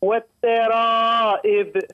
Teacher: فرققت الراء وهي تفخم الراء تفخم يعني راء مفتوحة · Term: تفخيم الراء